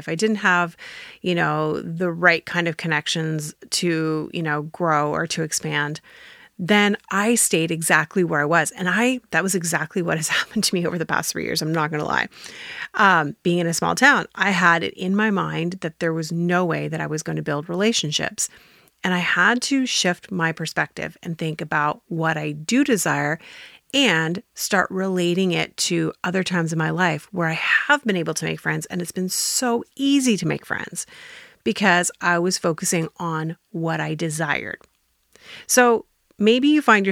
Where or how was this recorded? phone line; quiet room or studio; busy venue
quiet room or studio